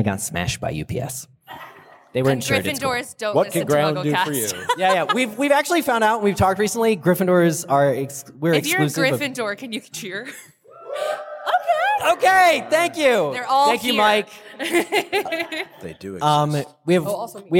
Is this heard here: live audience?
yes